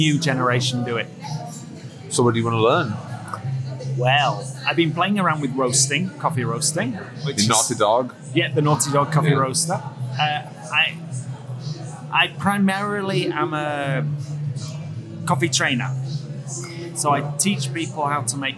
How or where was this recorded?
busy venue